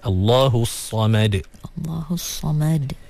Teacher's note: Sebab sad dia tebal, mim kena nipis.